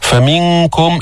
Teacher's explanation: فمنكم إخفاء النون الساكن عند الكاف